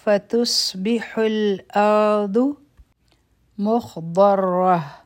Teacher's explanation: خو غټ حرف دی، ضاد هم غټ دی، او را به هم غټه وایو